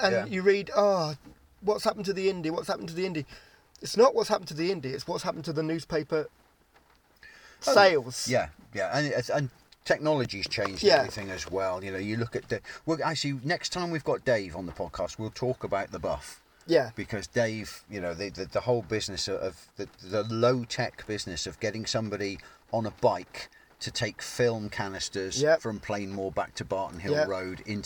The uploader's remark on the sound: recorded in the rain at Seale Hayne